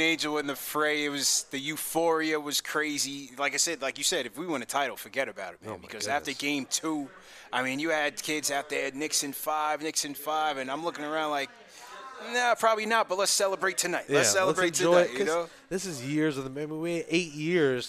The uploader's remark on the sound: interview Knicks legends at Clyde's Wine & Dine in NYC